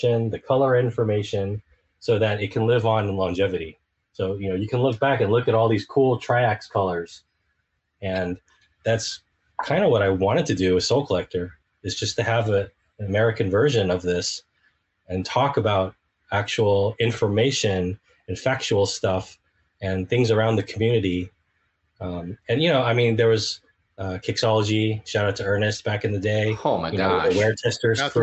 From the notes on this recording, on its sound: Recorded on Riverside